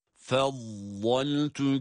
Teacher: lad harfinde istitale sıfatı sebebiyle harfi çıkarırken birazcık oradaki mahreç sesini uzatıyoruz. Bakınız, lad harfini med yaparak değil, mahreçten çıkan sesi çıkarma anında uzatıyoruz.